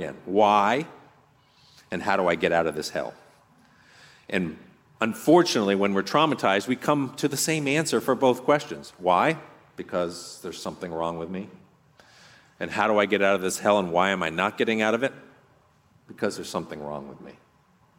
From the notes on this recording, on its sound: on this podcast you’re going to hear a talk from our last RESTORE conference